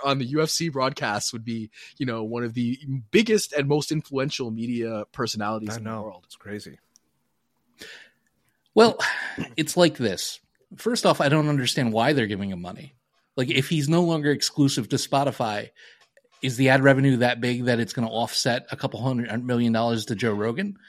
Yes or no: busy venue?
no